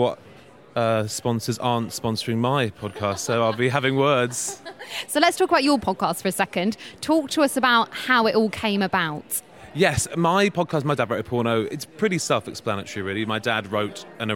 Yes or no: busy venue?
yes